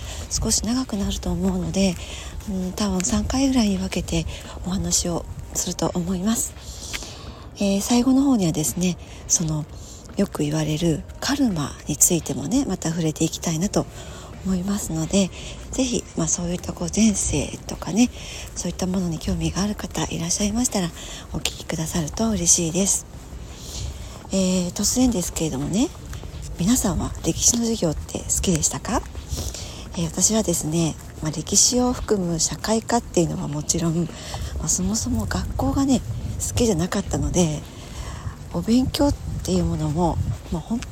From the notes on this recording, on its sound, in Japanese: 冒頭雑音が入りすみません